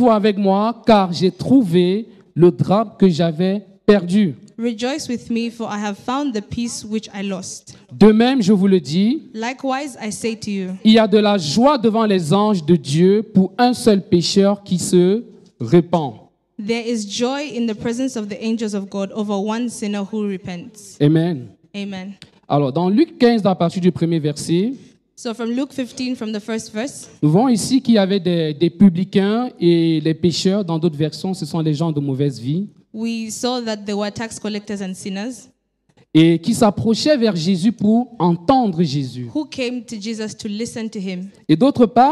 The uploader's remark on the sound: Preached during Joyful Hour Sunday Service Rabat